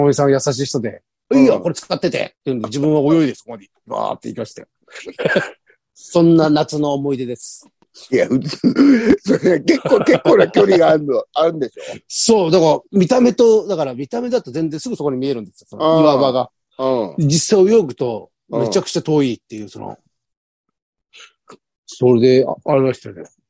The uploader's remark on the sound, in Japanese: ZOOMで収録